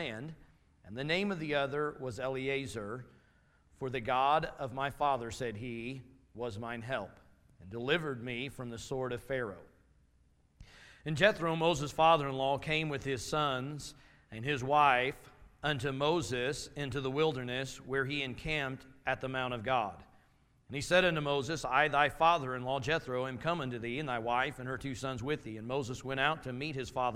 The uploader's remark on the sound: Message from Sunday evening service